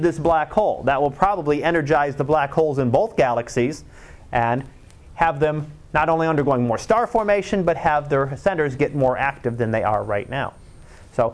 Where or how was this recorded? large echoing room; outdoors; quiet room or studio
large echoing room